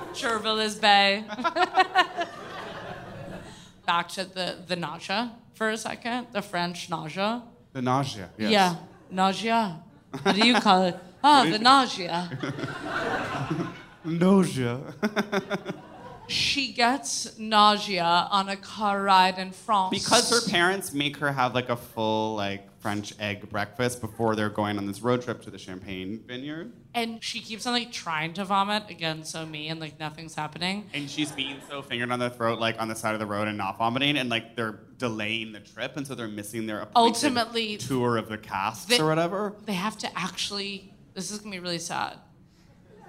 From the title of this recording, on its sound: Live from SF